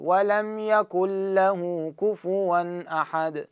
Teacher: التطويل على المكوث على اللام مو صحيح